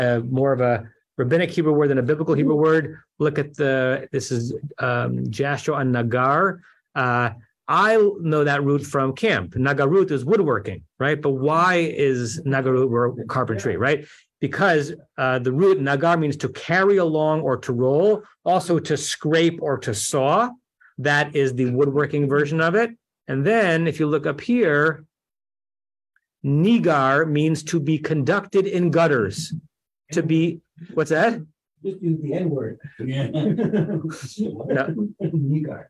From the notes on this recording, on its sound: At Temple Beth Am, Los Angeles.